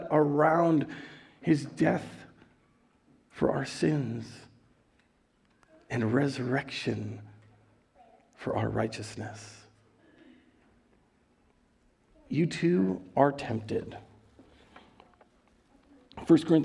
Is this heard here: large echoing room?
yes